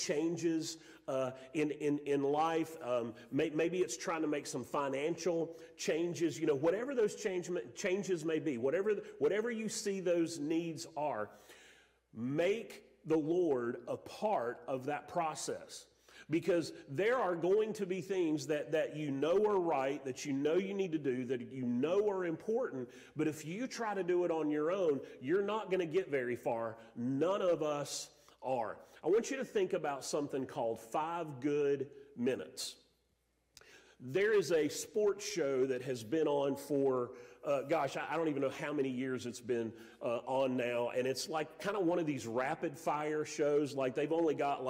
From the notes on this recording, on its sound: Sermon audio from Mission Church in Locust, NC.